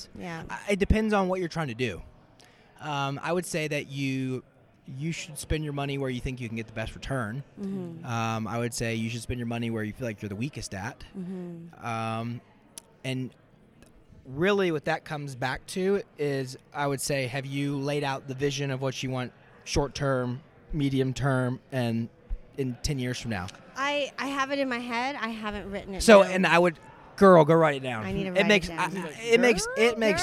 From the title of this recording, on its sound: LIVE at Voices Of Dentistry